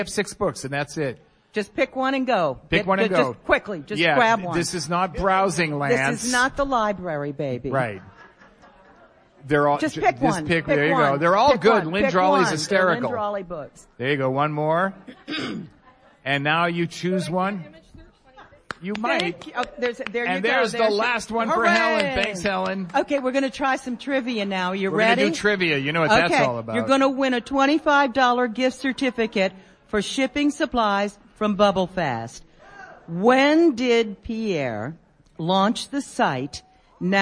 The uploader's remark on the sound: Members of our live eBay Open 2018 audience at Mandalay Bay in Las Vegas, NV, shared their best 1-minute selling tip.